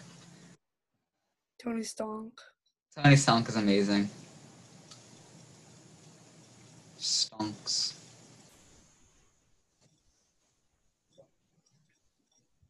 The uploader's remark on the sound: Here's a glimpse inside another Business Meeting over ZOOM.